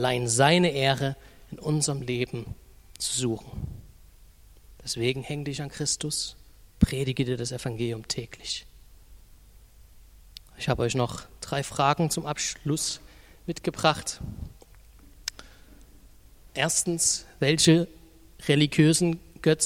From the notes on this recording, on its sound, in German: Die Predigt ist aus dem Gottesdienst vom 25.